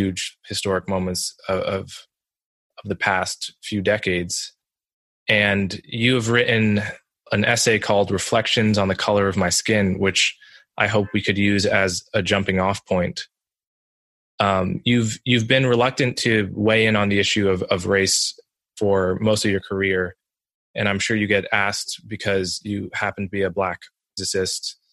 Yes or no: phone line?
no